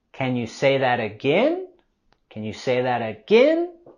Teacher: Vamos a subir la voz y entonación al final con Can you say that again?